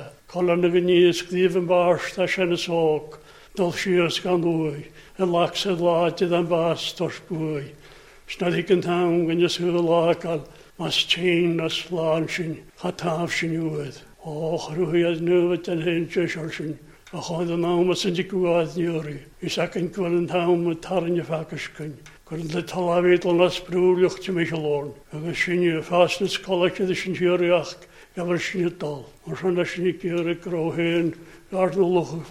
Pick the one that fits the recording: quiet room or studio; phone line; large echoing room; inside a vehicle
large echoing room